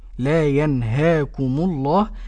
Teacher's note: اسم الجلالة اللام فيه مفخمة